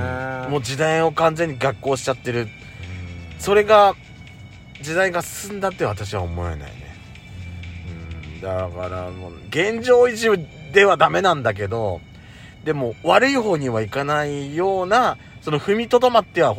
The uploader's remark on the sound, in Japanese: パーキング収録。